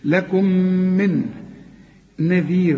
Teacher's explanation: رقق كل الحروف دي بما فيهم الراء عند الوقف، لكن عند الوصل فخم الراء لأنها مضمومة